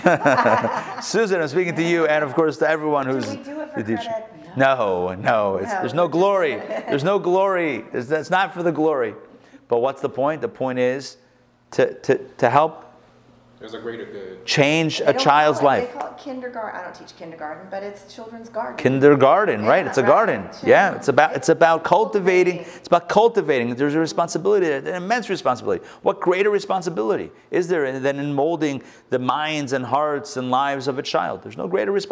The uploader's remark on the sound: Recorded live at the Intown Jewish Academy